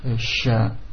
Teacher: Itu pengucapan sya, adanya tafasyi, menyebarnya udara. Bukan sa, sya, penyebarannya banyak, hembusan udaranya, nafasnya.